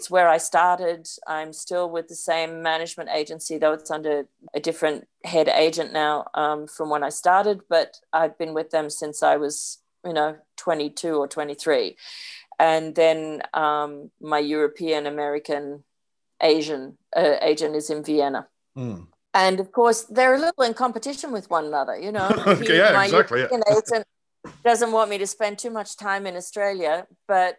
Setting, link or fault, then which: link, video call